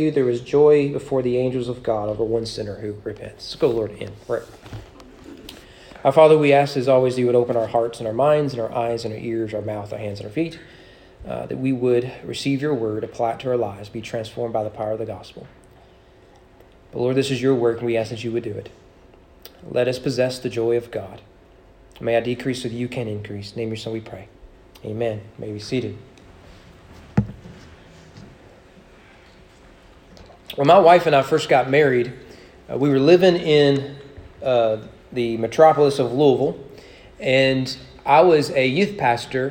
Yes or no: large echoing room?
yes